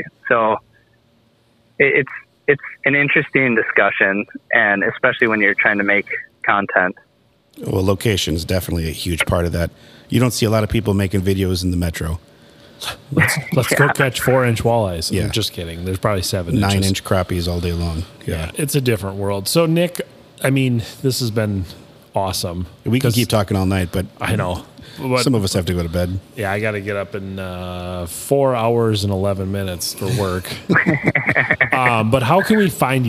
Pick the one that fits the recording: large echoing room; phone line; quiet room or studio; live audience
phone line